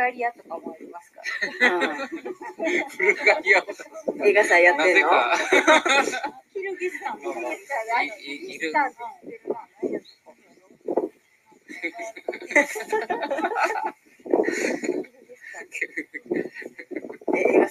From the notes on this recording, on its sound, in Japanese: 初の野外収録。京都府木津川市加茂町にお出かけライブ収録してきましたよ！！